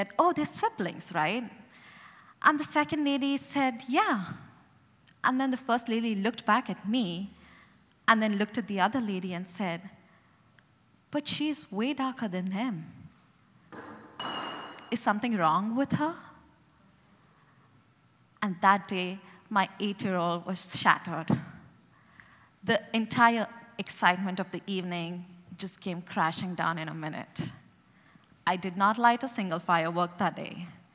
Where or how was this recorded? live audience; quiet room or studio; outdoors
live audience